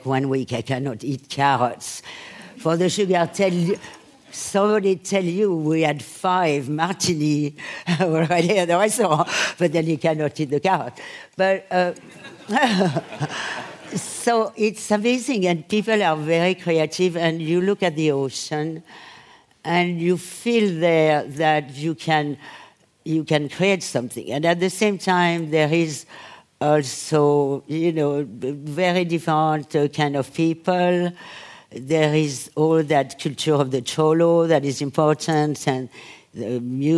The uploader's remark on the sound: on stage at VOICES